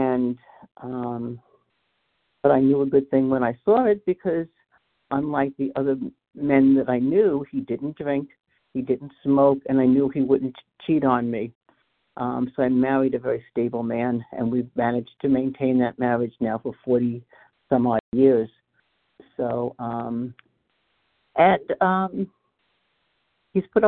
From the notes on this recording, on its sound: qualification from the 100 Pounders Phone Meeting